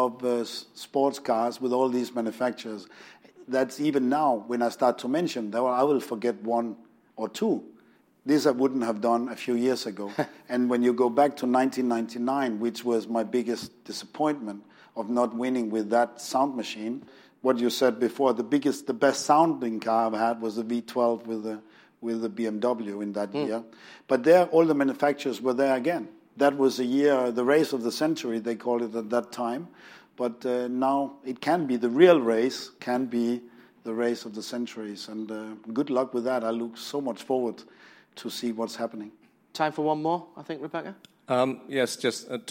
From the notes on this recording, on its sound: In front of an audience at London’s Royal Automobile Club.